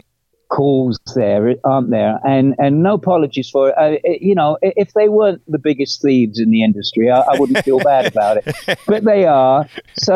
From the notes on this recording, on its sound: Zoomed.